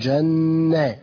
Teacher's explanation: نون حرف غنة مشدد بالفتح حركتين